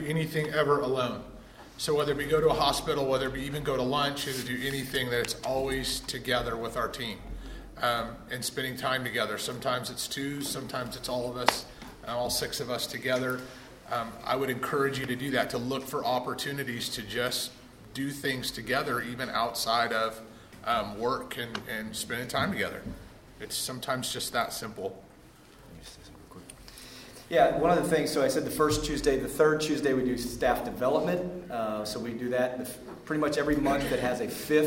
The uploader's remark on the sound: The following audio comes from the National Disciple Making Forum. The Relational Discipleship Network hosted a track.